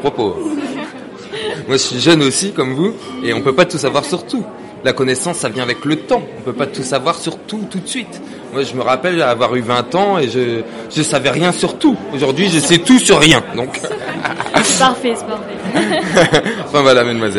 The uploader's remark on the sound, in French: Cette émission a été enregistrée lors du salon du dictionnaire "Dico Plaisir" le dimanche 24 avril 2016.